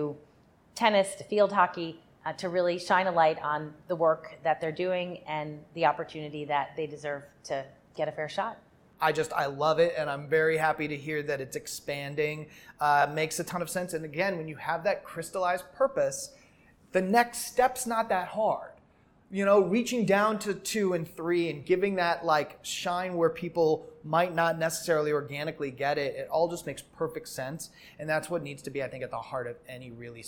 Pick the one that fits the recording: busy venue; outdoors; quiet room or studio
busy venue